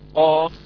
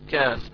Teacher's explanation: إذا القاف والكاف هما يخرجان من أقصى اللسان مع ما يحاذيه من الحنك الأعلى، لكن الفرق بينهما أن اللسان يكون مستعليا عند القاف ومستفلا عند الكاف · Term: اللهويين